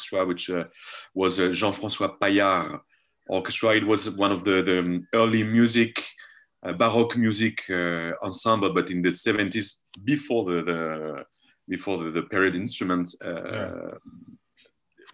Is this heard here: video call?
yes